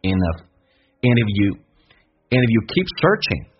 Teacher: And 跟 F 有连音， And 组合把 D 去掉用 And 进行连音